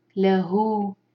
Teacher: یہ جو واو ہے ساتھ میں یہ مد صلہ صغرا ہے، دو حرکہ کھینچیں گے اس کو